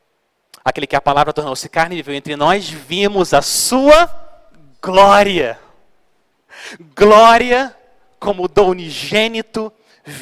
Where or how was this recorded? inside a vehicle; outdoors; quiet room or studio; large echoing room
large echoing room